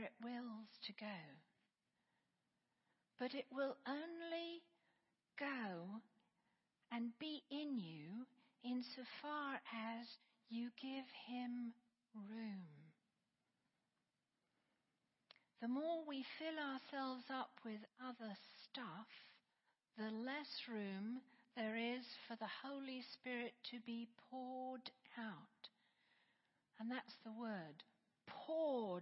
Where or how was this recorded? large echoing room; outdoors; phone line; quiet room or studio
large echoing room